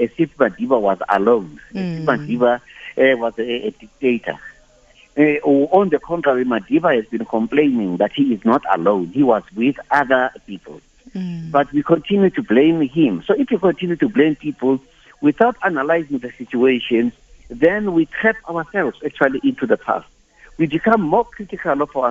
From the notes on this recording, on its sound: GUESTS (phone)